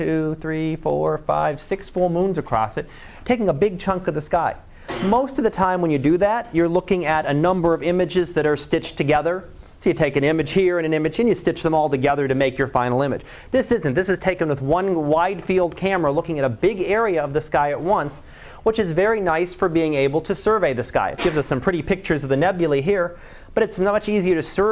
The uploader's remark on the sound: Live Class Lecture